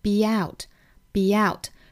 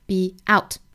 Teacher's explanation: 实际上这属于是元音加元音的连读，然后中间加耶的一个情况 · Shown in: first take